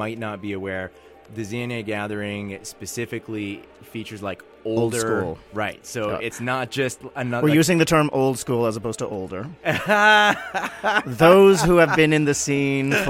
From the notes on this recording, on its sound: Before and after an in-studio mix (with my mixer still covered in Portuguese party dust) that features part of the flow from my 2.5-hour set at the festival.